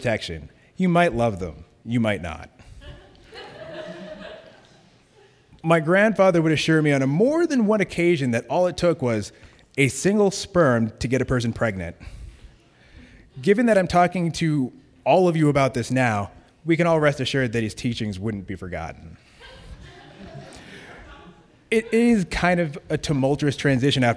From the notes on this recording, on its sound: Live Stories from Un/pact. He originally told this story at our live event on April 26.